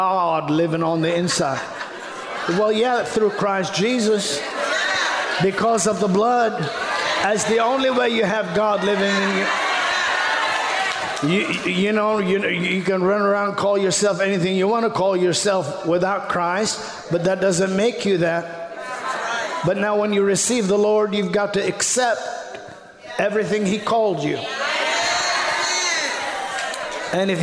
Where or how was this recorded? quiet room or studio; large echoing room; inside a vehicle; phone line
large echoing room